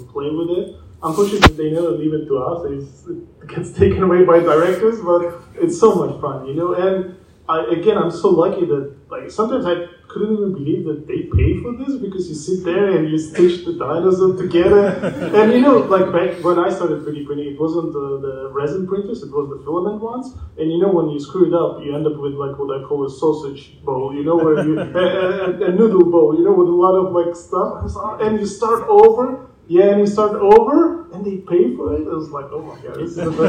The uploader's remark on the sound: Star Wars Celebration Europe 2023 Panel. Raw recording. Saturday panel from Star Wars Celebration Europe 2023.